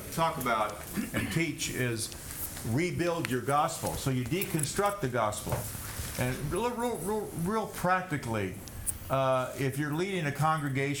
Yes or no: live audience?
yes